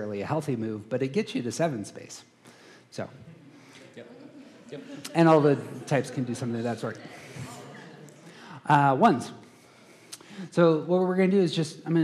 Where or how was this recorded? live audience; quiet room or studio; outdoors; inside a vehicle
live audience